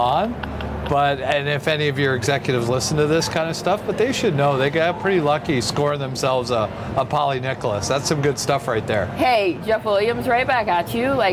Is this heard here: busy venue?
yes